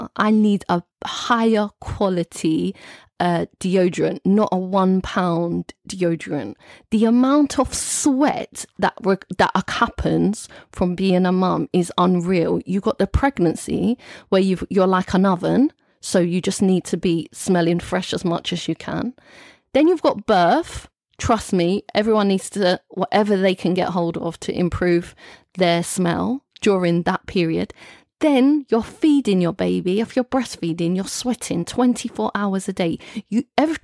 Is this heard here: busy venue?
no